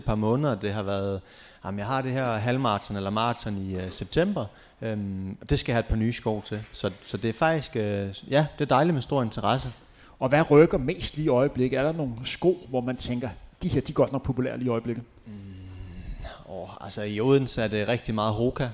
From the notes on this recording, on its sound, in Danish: Live podcast i forbindelse med HCA Marathon. I denne live podcastudsendelse i forbindelse med årets HCA Marathon.